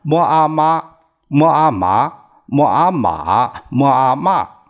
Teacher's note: 前两个“妈麻”，那么它就是平，叫平平；“马骂”这个叫仄仄